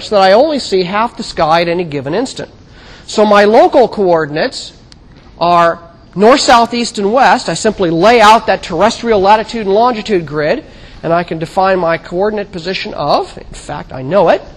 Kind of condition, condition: setting, large echoing room